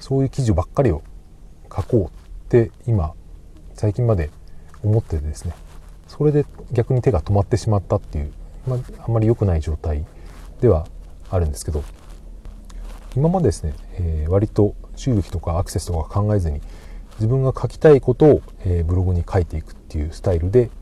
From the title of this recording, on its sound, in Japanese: 車の中から放送